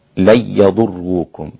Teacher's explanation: يبقى خلف عن حمزة قرأ بإسقاط الغنة في الياء والواو إذا كانت نون ساكنة أو تنوين · Term: إدغام بدون غنة